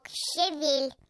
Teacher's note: В моем словаре указано, что ударение надо ставить на второй слог